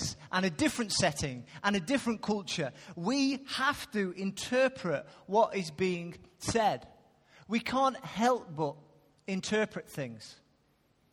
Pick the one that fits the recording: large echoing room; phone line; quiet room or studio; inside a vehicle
large echoing room